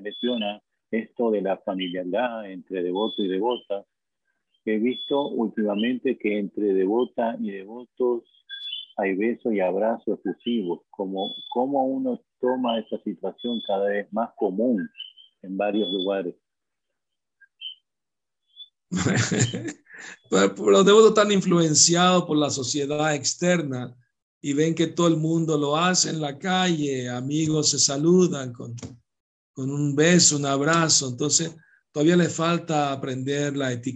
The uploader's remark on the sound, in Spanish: Conferencia por ZOOM